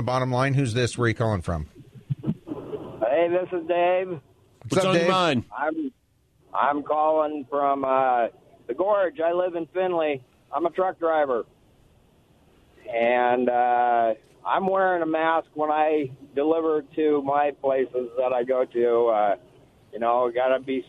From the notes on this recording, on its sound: Special phone guest.